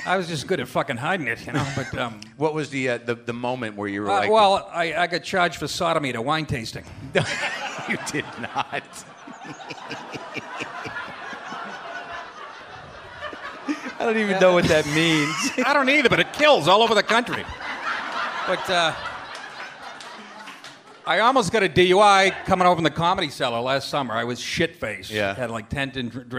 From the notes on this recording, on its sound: Taped at The Bell House in Brooklyn, NY.